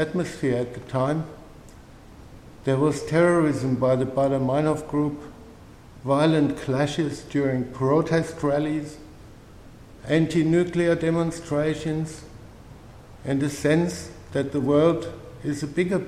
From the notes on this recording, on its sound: A talk delivered at St Paul's dojo in Beaconsfield.